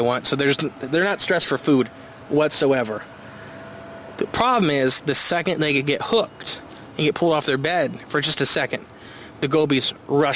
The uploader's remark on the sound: Live at the Lake! We do this ep live at the like with a very special guest!